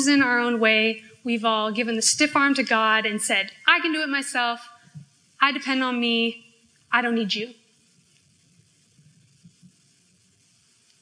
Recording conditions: live audience